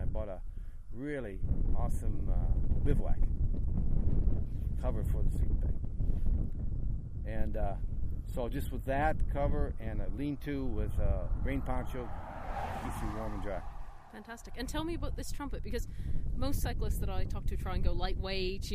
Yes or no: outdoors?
yes